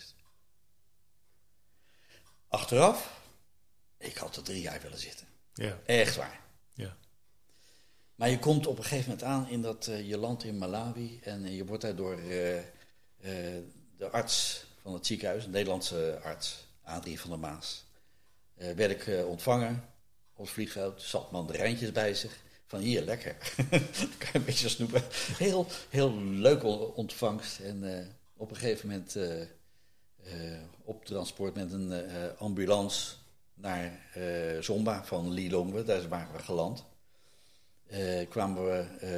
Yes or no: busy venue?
no